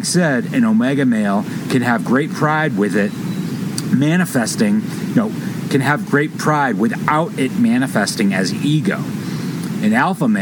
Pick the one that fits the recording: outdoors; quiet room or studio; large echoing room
outdoors